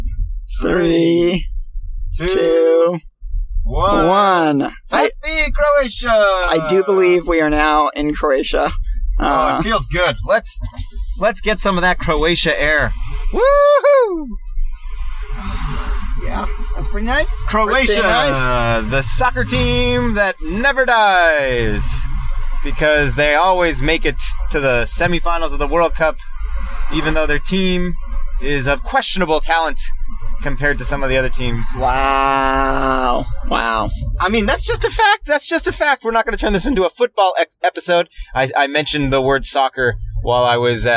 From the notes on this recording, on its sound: Record live from Slovenia, Croatia and Italy while driving.